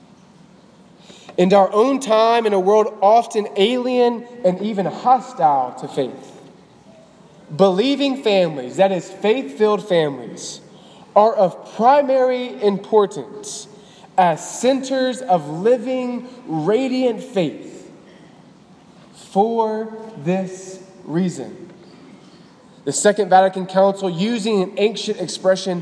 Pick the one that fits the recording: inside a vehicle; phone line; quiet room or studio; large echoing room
large echoing room